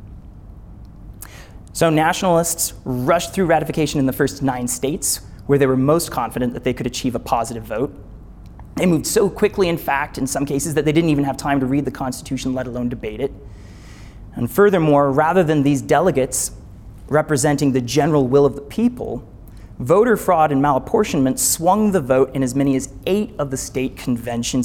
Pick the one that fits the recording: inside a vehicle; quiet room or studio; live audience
live audience